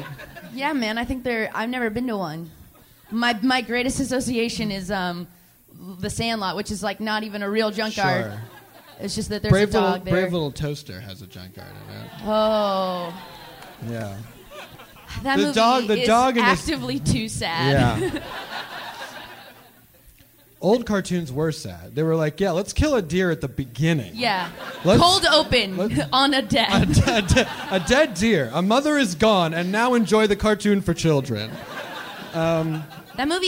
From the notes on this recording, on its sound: Live from Seattle